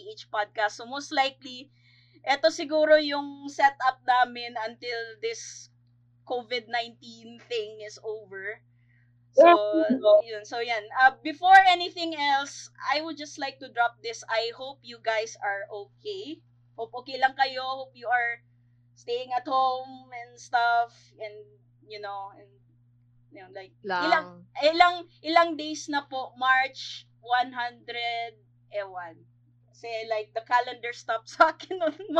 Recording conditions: poor sound quality